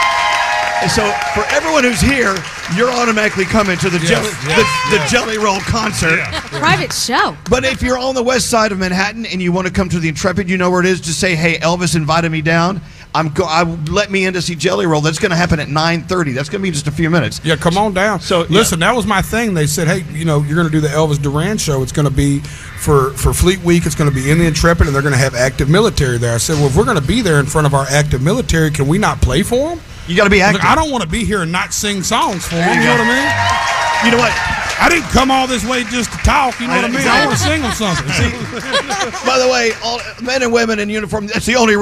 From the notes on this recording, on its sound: stopped by our live broadcast at the Intrepid Museum